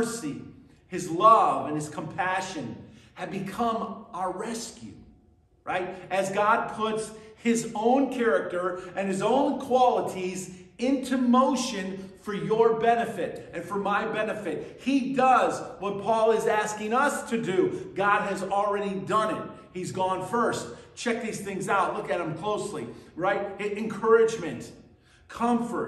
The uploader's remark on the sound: at Burlington Christian Church on December 3rd, 2023